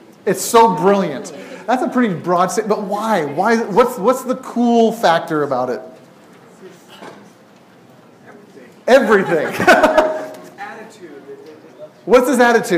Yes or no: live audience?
yes